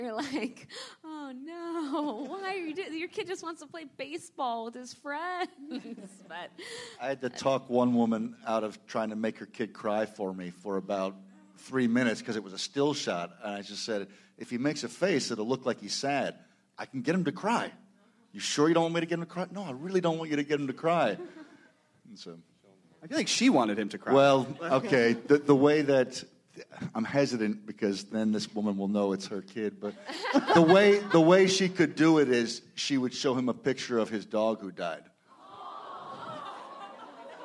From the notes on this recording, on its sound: Panels from ATX Television Festival. At ATX.